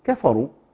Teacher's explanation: ناخد بالنا من الكاف والفاء، الراء عندي مفخمة والكاف والفاء في حال ترقيق